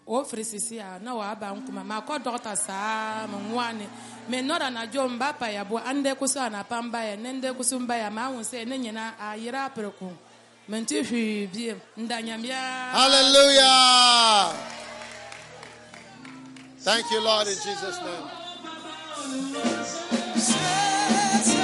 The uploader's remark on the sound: Preached at a Healing Jesus Campaign in Drobo, Ghana